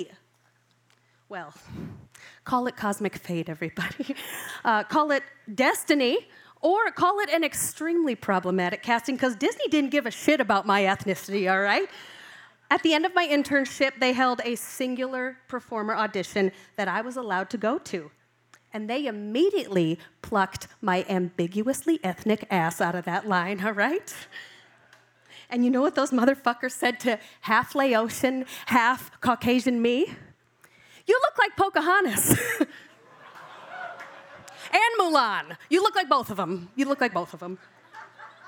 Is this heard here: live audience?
yes